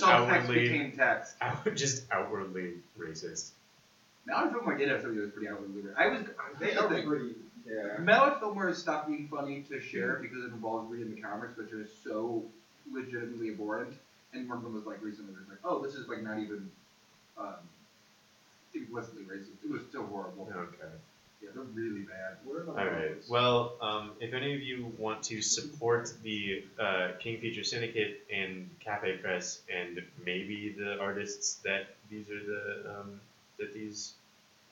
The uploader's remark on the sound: Slightly different sound quality this week as we work with new equipment